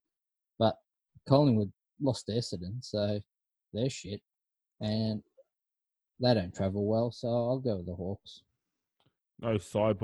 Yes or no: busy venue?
no